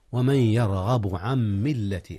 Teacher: إدغام نون عن في ميم ملة · Term: إدغام بغنة